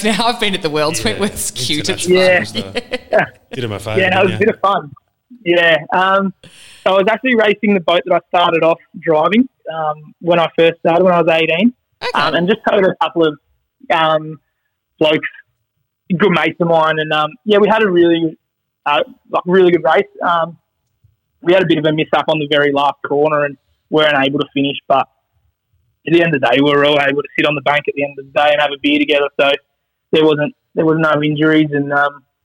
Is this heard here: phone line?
yes